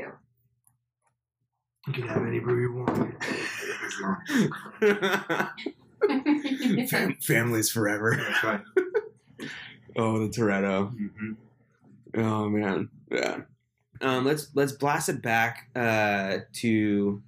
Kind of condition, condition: fault, poor sound quality